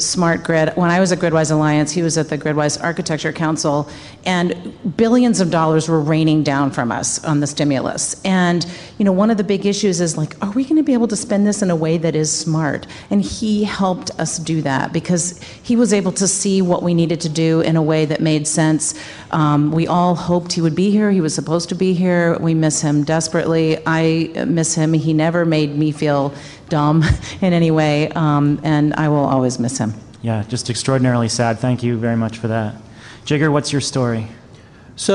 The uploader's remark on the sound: This week, we're coming live from GTM's Grid Edge World Forum.